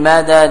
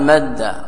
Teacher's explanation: فيصيران حرفا واحدا مشددا يرتفع اللسان عند النطق بها ارتفاعة واحدة · Shown in: second take · وهذا هو الحكمة من الإضغام، لأنه لو قيل ما دا رجع عن الحرف ثم يعني ترك الحرف الأول الدال ما دا ثم رجع إلى محله ثم رجع إلى موضع، هذا فيه ثقل، بخلاف ما إذا قال مد مرة واحدة حينئذ نكون فيه نوع خفة.